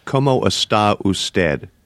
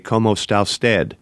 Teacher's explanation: they make essentially one word out of está usted. Essentially, you lose an entire syllable in the process · Shown in: second take · which makes everything go faster.